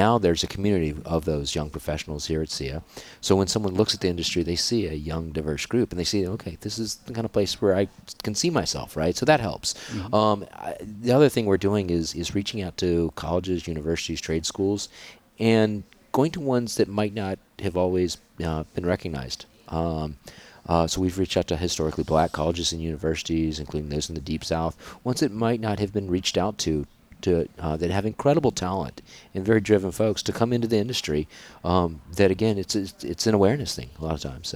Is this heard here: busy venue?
yes